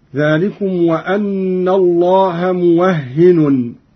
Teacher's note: قرأ قالون بفتح الواو وتشديد الهاء وتنوين النون هكذا: ذلكم وأن الله موهن، وكيد بالنصب هكذا: ذلكم وأن الله موهن كيد الكافرين.